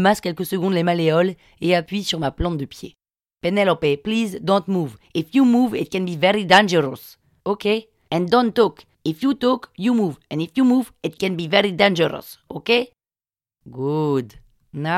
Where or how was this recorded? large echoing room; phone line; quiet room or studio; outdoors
quiet room or studio